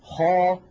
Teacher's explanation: فيمتلئ الفم بصدى، كما نطقت منذ قليل خاء، لما قلت خاء تلاحظون بأن صوت الخاء ملأ فمي · Term: التفخيم